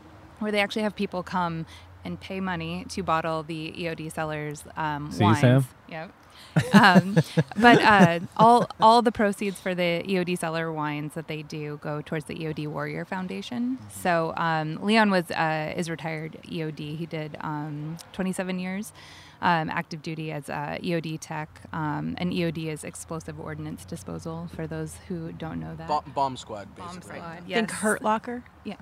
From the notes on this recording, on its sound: Along with all of her friends from Tennessee, San Diego and Washington at the world famous Rhone Room to hang out and drink some wine.